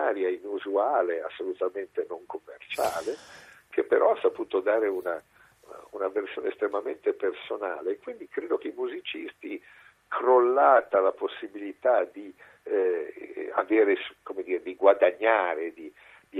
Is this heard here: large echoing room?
no